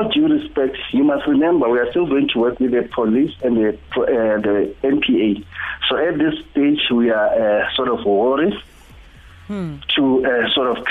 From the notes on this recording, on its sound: PHONE INTERVIEW.